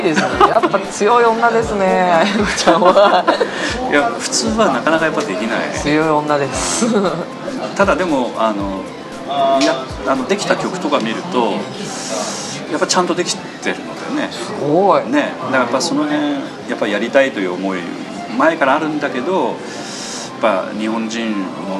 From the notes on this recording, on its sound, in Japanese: 今回も東京の某所で収録しております。都内の某喫茶店での収録ですので、音声につきましては、雑音、多少お許しいただければと思います。